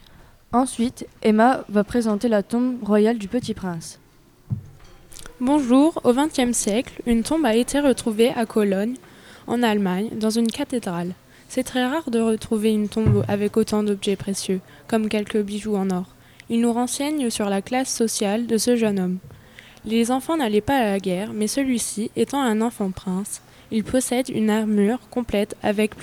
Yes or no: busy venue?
yes